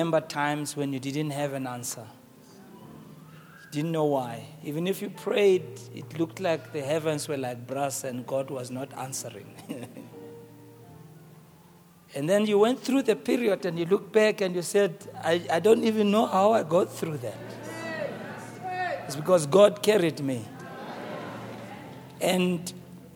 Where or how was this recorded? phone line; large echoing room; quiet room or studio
large echoing room